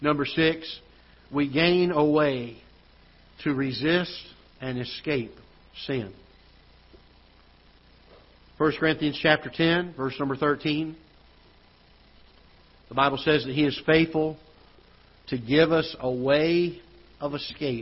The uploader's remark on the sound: Ketha Heights Baptist Church ~ Live Broadcast